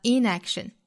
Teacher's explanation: 会发生重音的转移也就是从 action 的这个 a 的位置转移到了前面表否定的前缀 in 上面